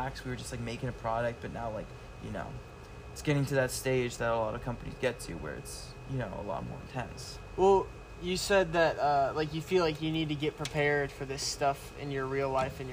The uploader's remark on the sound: talk at mile 1717 of the Pacific Crest Trail